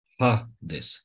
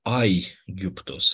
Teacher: Și atunci, dacă stă pe primul, tocmai asta ne arată, e criteriul prin care diferențiem pe un diftong impropriu, adică pronunțăm numai vocala, fără iota, de un diftong propriu, în care trebuie să pronunțăm pe amândouă